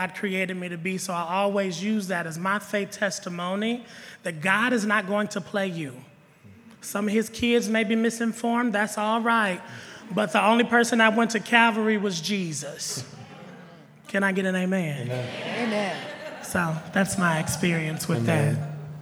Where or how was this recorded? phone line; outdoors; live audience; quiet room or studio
live audience